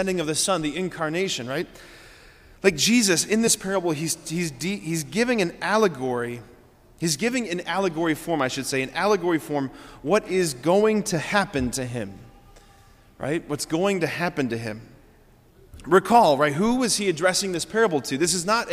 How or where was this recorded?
large echoing room